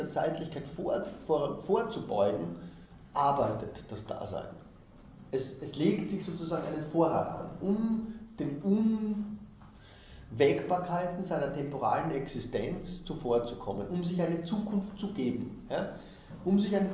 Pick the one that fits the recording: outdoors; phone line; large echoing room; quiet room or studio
large echoing room